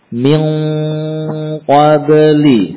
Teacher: Dengan melekatkan pangkal lidah, ya, secara sempurna di langit-langit di sekitar makhraj huruf qaf. Min qabli. Panjang lamnya. · Term: ikhfa